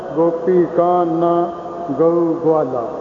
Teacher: संप्रदा विच इसनू विचालड़े जी आवाज नाल उचारना पढ़ना है, ना गोवाला कहना है ना ग्वाला कहना है, उचारना गोपी कान ना गऊ ग्वाला।